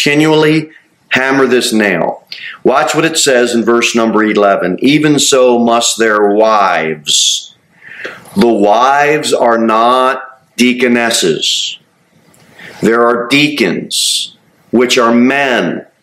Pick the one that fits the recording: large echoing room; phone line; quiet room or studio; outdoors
large echoing room